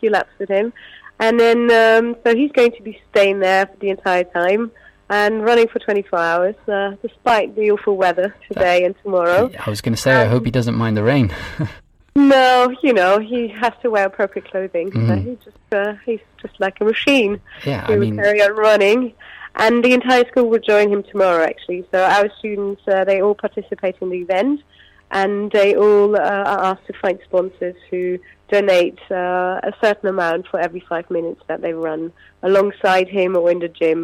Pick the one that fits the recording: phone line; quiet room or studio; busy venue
phone line